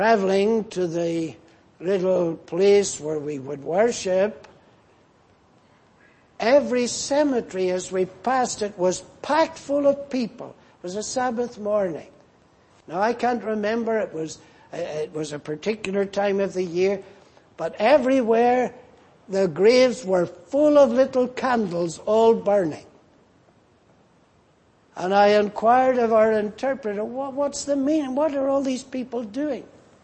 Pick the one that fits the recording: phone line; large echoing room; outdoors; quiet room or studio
large echoing room